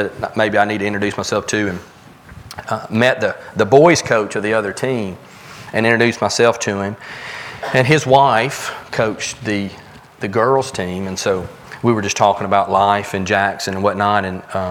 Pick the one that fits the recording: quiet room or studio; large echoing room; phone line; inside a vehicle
large echoing room